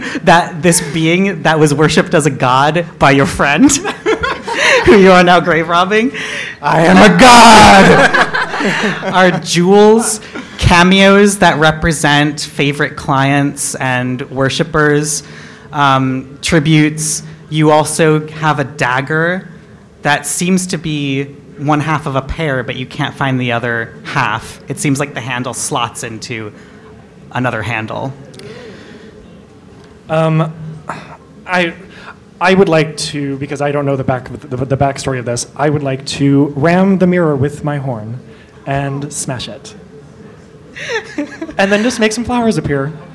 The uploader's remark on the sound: Flame Con 2019 Special. Recording a D&D live play panel.